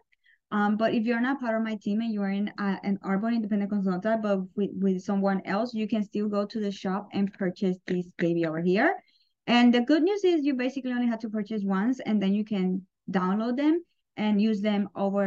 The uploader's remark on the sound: Today I am sharing a quick live call we did on our "Unapologetic Club".